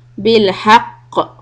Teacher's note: when you stop on the قاف there's a شدة So gotta do a heavy qalqala